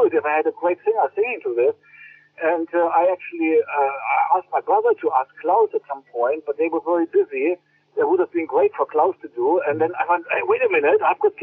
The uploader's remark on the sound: A recent phone conversation.